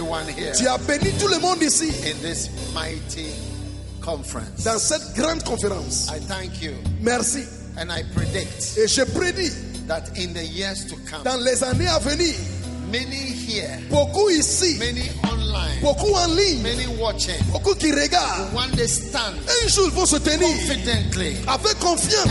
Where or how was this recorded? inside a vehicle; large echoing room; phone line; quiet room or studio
large echoing room